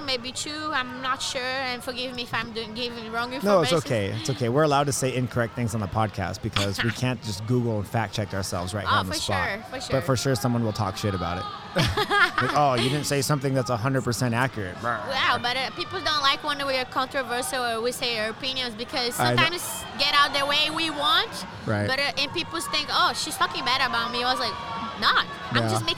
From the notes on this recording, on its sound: Part 2 of the non-live broadcast from Nogi Worlds in Anaheim, California.